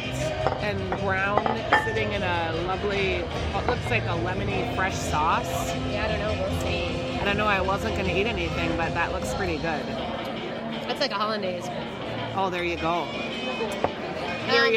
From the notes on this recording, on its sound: The ladies hang out at Surly Brewing and talk records